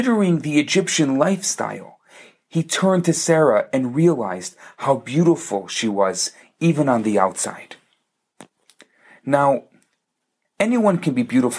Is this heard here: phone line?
no